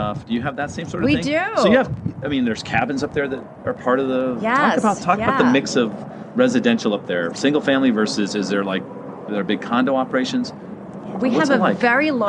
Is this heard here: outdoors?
yes